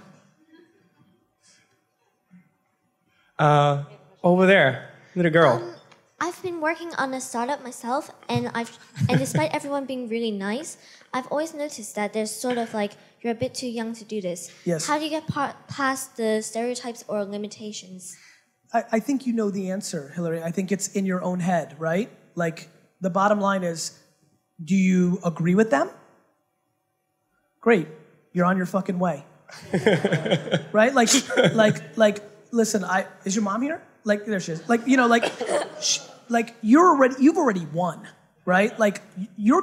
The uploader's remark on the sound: A HUGE Fireside Q&A at Startup Grind HONG KONG